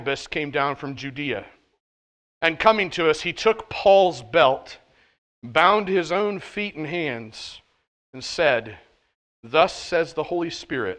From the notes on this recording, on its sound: At The Well, an SBC and Converge Heartland Church in Hastings, NE.